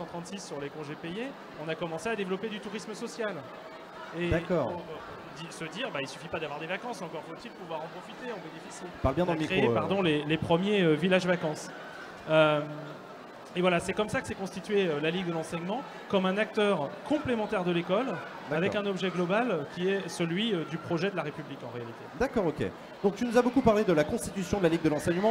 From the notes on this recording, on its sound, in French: Accropolis était en direct du Salon européen de l'Education - Salon de l'orientation 2017